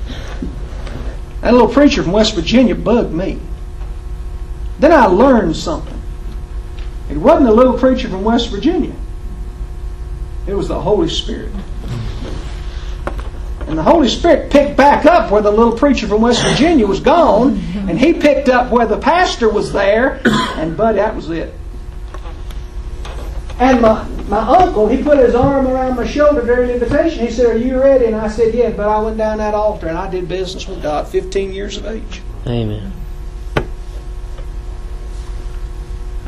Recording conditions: poor sound quality